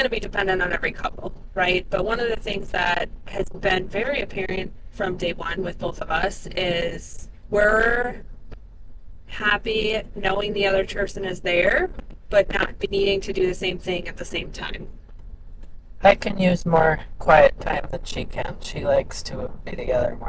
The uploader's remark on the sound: Conversation on Our Anniversary Trip with My Husband. This audio is from an on the go conversation on their anniversary trip in the car driving through California.